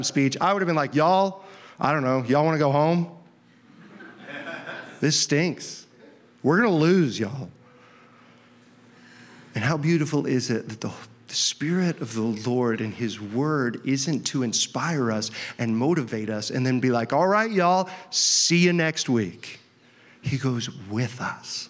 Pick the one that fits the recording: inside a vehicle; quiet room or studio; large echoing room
large echoing room